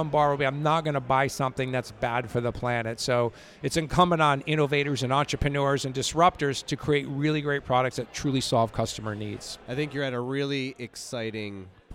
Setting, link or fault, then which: setting, busy venue